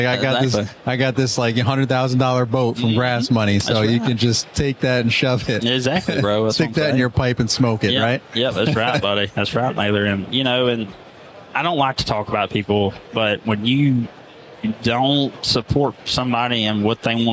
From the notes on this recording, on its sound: Live from Pod-Row at the Huge Convention